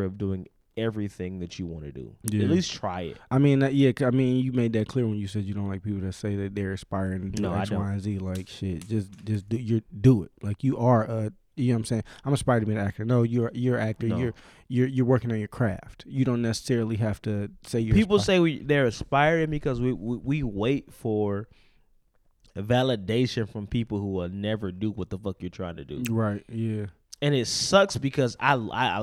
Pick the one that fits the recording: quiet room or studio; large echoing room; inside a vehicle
quiet room or studio